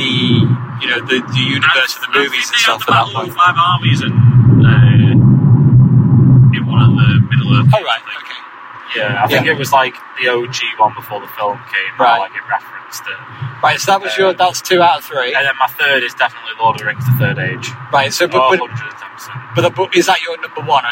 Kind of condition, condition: setting, inside a vehicle